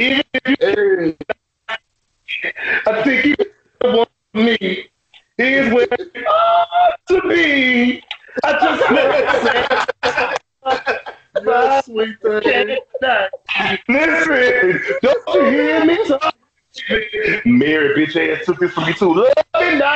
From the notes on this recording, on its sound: slight issue with audio